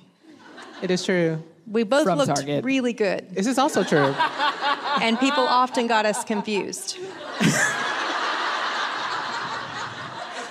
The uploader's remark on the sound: It is actually a LIVE recording of a conversation. At The Gospel Coalition Women’s conference.